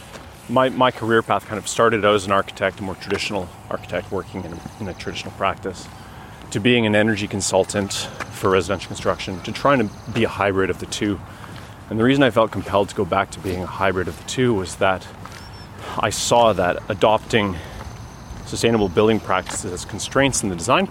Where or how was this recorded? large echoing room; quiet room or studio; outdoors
outdoors